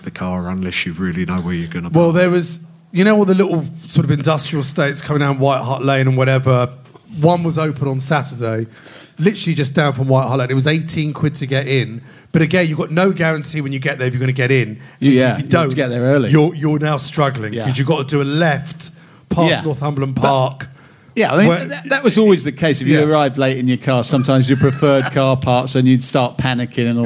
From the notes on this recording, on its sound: In front of a live audience at #SpursShowLive.